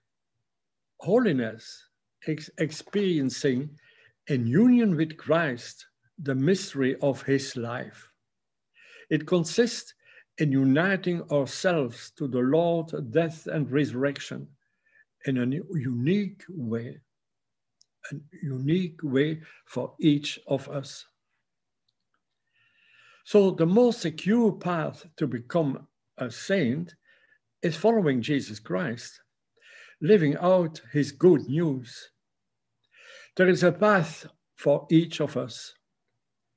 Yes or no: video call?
yes